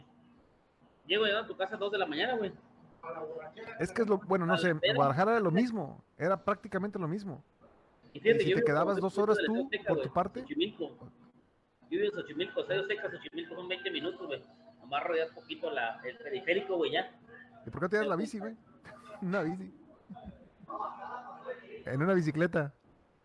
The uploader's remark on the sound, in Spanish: En vivo desde Tacos Los Primos